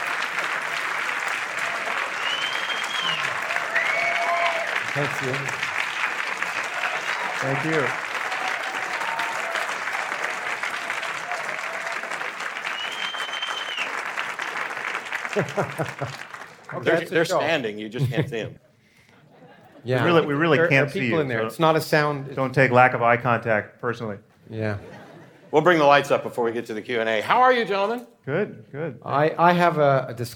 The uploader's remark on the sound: This conversation was recorded at New York City Center.